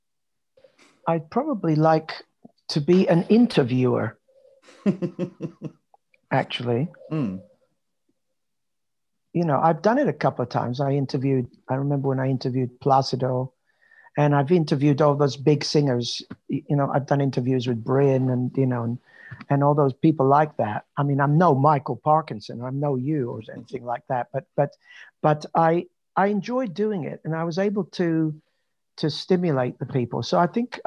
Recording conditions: video call